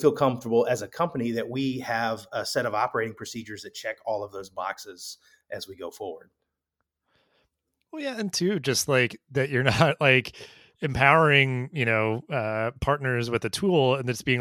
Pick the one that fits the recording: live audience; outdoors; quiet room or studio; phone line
quiet room or studio